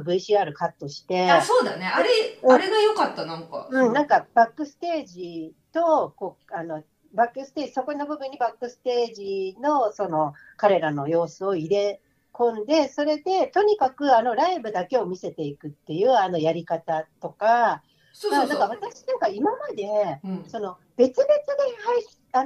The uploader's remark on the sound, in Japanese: リモートでの収録となっているため、聴きにくい箇所があるかもしれませんが、ご了承いただければ幸いです。